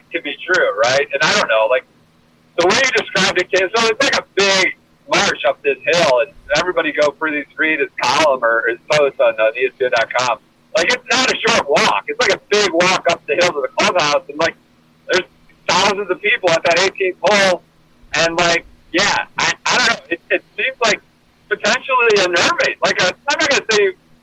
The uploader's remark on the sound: Up in Baltimore covering the BMW Championship, and the late finish, he calls in from the road. Apologies to listeners everywhere for the poor audio quality.